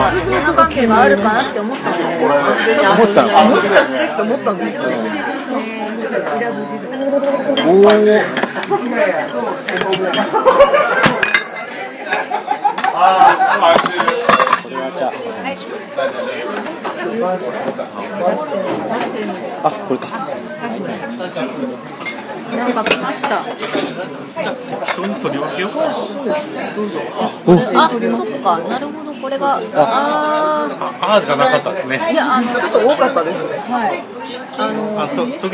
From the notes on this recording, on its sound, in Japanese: 居酒屋さんで収録。ずっと撮っていたから、しゃべりにくかったかも知れません。私は酔っていたので、気にせず話してました。